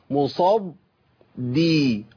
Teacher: الخطا عند من يقرا بابدال الدال الاولى بضاد